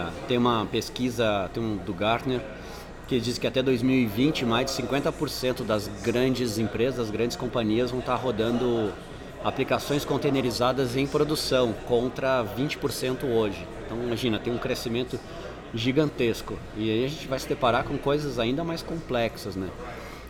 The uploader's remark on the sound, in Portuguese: gravado há alguns minutos direto da QCon São Paulo 2018!